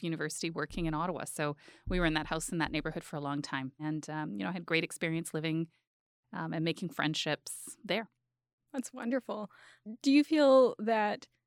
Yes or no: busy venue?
no